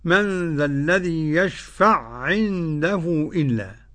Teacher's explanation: قرأ السوس بإدغام المثلين